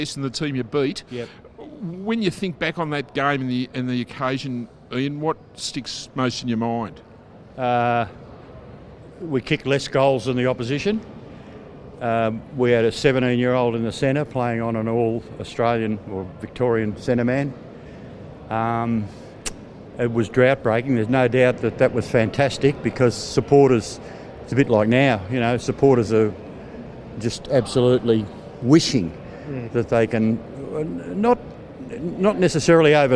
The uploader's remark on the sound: Speak to several Blues greats from the Carlton Hall of Fame and 1968 Premiership Reunion event at Etihad Stadium.